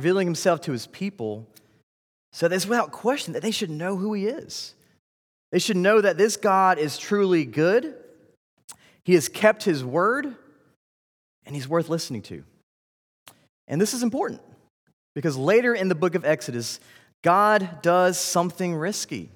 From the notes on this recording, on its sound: This series was delivered during the Wednesday evening General Study in Summer 2019 at Covenant Baptist Church, Valdosta, Georgia.